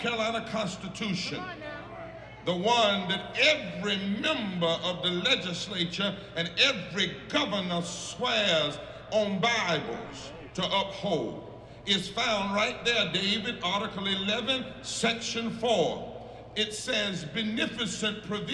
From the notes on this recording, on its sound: Climate Marchers at HKonJ. The 13th HKonJ People's Assembly and Moral March took place Feb. 9th in Raleigh - we were there, we marched, and we spoke with environmental justice activists and community members.